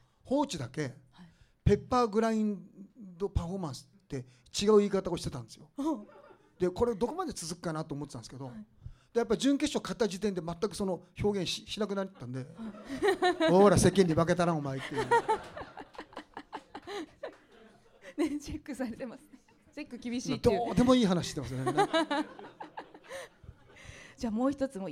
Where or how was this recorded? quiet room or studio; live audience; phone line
live audience